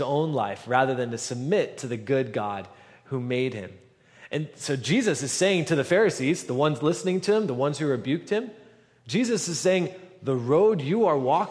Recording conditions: large echoing room